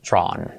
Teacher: En este caso, drawn, ¿ok? Sin diptongo.